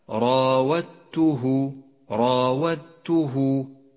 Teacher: راودته حرف الدال وحرف التاء بينهما إدغام متجانس لأنهما من مخرج واحد وقد اختلفا ببعض الصفات، نسقط الدال من اللفظ وتشدد التاء التي بعدها، ولذلك لونت الدال باللون الرمادي إشارة إلى عدم نطقها، تقرأ هكذا: راودته راودته. · Term: الإدغام المتجانس